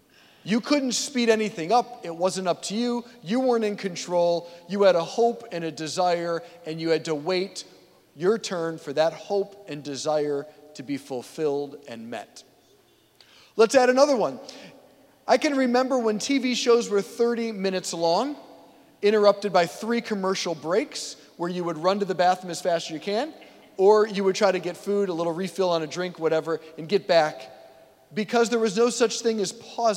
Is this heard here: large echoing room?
yes